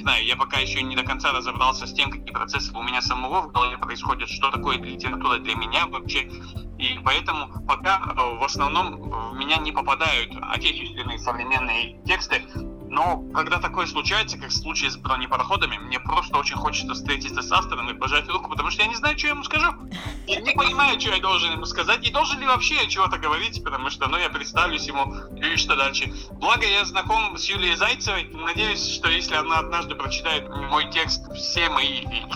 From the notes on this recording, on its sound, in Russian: Мы связались с писателем по телефону.